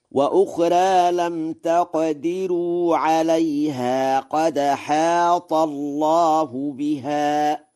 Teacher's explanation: قرأ ورش: وأخرى بالتقليل، وهو لغة فصيحة، وقرأ بترقيق راء لم تقدروا ونقل حركة الهمزة إلى الساكن قبلها في قوله قد حاط، فيقرأ هكذا: وأخرى لم تقدروا عليها قد حاط الله بها.